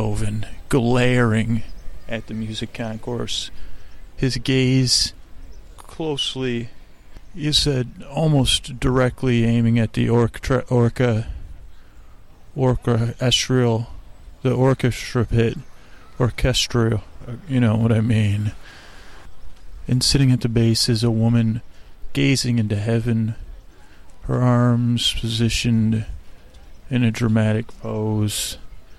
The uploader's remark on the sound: On Location at Golden Gate Park. As we crawl across the park meandering from one place to another live on dullcation.